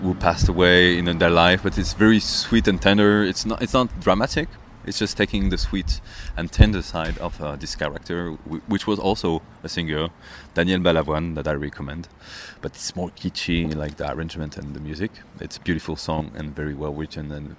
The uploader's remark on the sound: Recorded around 3am, piss-drunk, on the back streets of Pigalle.